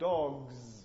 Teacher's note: Now, in effect, this is also very often devoiced, but because the G, because G is a voiced consonant, this has an influence on how the plural morpheme is realized. It's realized as a voiced sound.